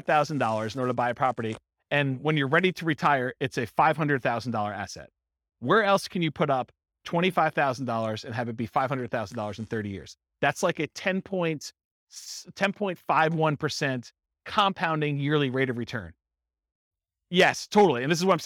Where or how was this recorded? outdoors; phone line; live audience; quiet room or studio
live audience